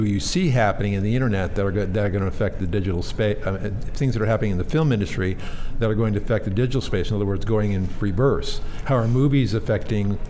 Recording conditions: busy venue